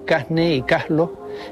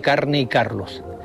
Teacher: aspiran la R cuando esta aparece ante las consonantes N o L · Shown in: first take · Así se dice en algunas zonas de Canarias, Casne y Caslo, en lugar de Carne y Carlos. · Term: aspiración